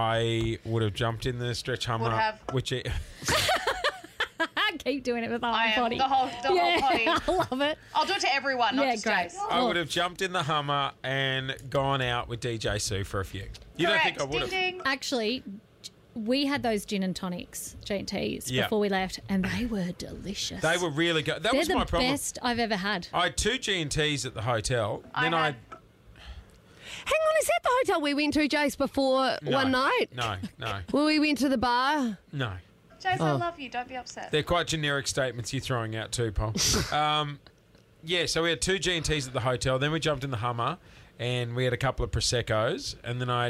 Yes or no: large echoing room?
no